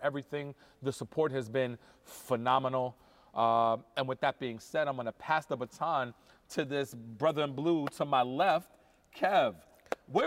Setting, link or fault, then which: setting, busy venue